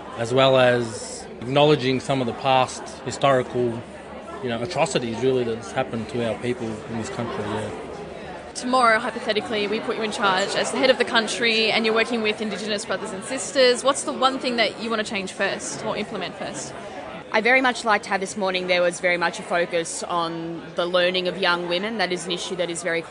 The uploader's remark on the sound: Highlights from the 2018 Indigenous Place and Partnerships Conference held at the University of Melbourne in April 2018. Selections of presentations and interviews with presenters and conference participants.